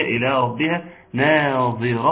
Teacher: تفخيم الراء والتشديد في الباء عدم تفخيم النون